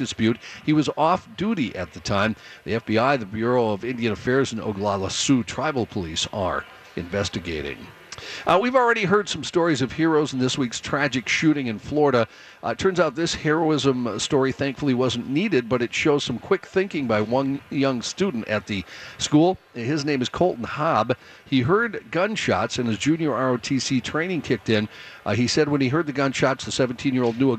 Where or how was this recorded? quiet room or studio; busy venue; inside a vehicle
busy venue